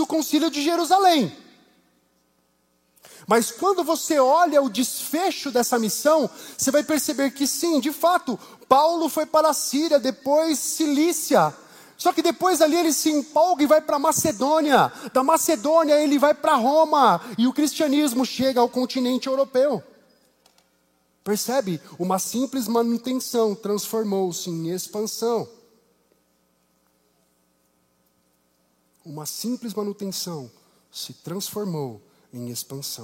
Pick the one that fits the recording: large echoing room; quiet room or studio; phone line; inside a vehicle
large echoing room